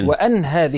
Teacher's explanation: وقرأ ابن عامر بفتح الهمزة مع تخفيف النون